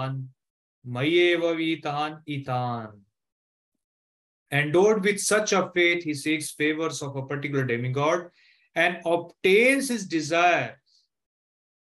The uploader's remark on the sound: Zoom platform